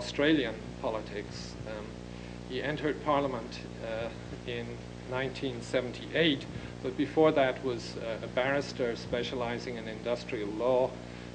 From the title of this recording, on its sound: 2002 Lecture at Stanford